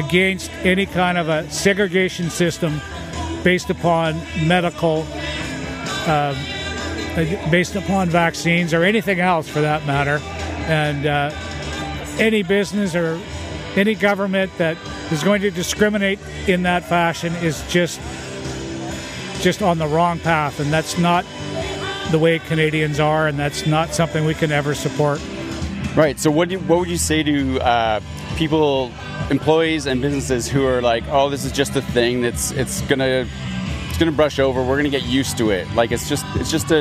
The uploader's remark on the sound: at the Sept.1 Rally